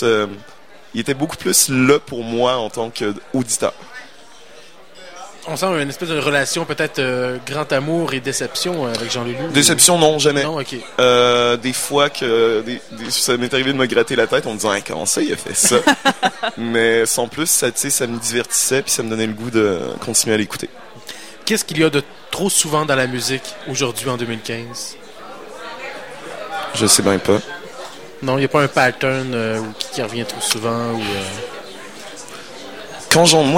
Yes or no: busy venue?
yes